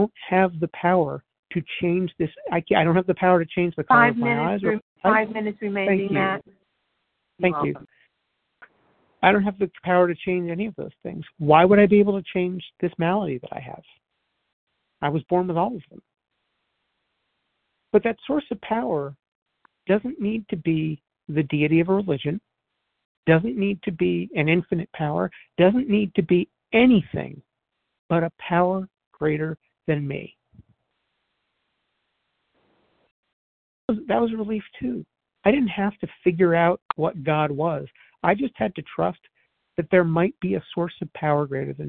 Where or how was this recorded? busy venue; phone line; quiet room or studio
phone line